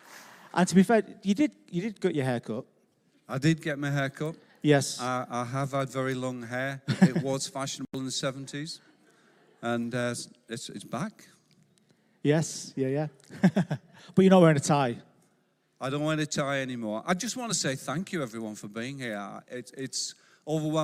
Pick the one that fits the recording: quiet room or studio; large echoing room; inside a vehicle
large echoing room